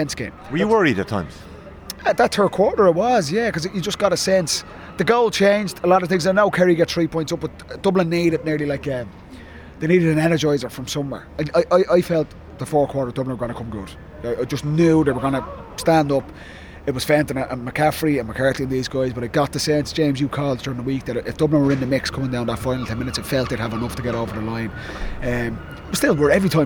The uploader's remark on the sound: live from Croke Park